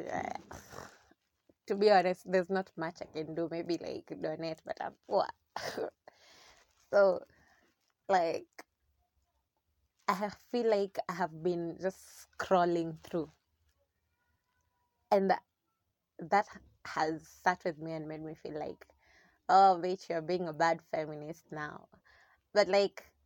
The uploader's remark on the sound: Sorry for the background noises.